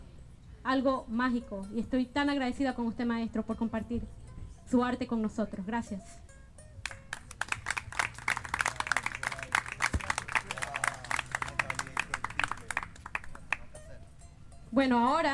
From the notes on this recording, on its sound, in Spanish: Holyoke Visible. Escuche todas las participaciones de este evento grabado en directo por radioplasma.